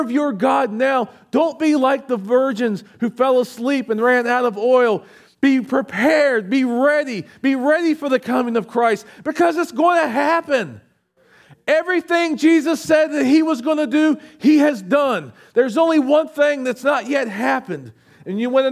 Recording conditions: large echoing room